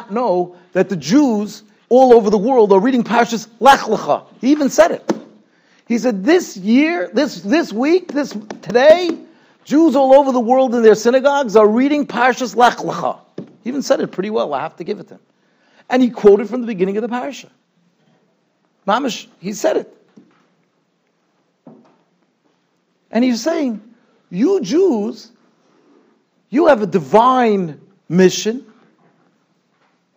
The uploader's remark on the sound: Shiur recorded in Yeshivas Ohr Reuven, Monsey, NY.